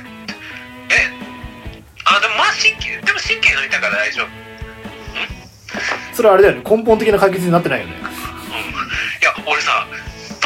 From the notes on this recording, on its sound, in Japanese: 録音機材：iPhone7